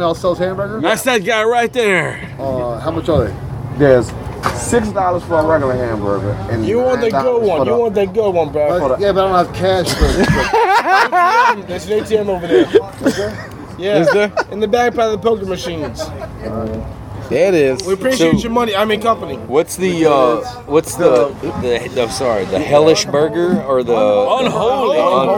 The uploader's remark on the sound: record a live remote outside of the Babylon Sports Bar